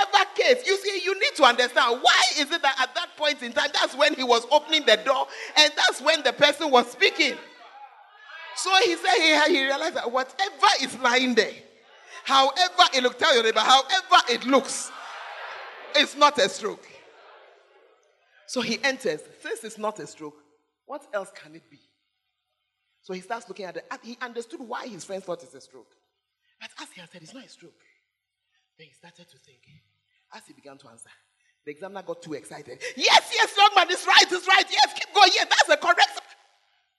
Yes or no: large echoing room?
yes